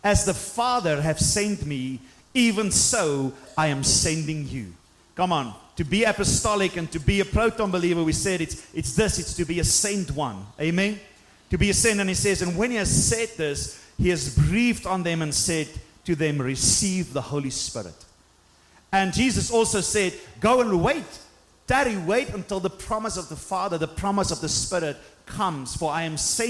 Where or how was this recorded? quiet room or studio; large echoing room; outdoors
large echoing room